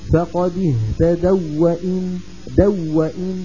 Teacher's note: هنا التقى واوان والأولى والأول منهما ساكنة لكنها حرف لين، فلذلك الإدغام حاصل.